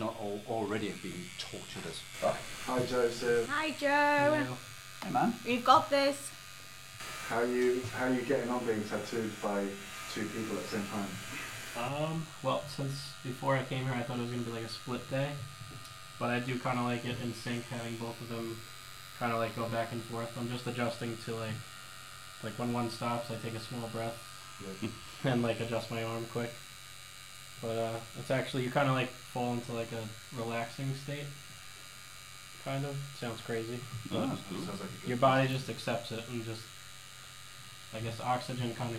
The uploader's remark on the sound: We apologise for the sketchy audio. I forgot to record from my mic....